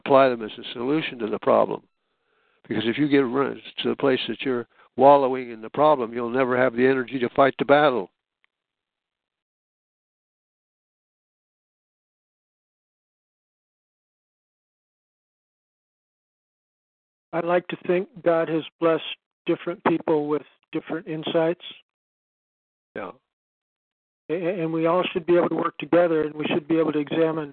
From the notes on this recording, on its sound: to join with us in this phone-conference